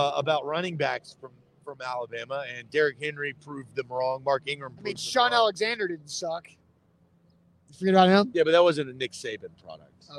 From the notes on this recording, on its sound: LIVE from Wilson County Hyundai!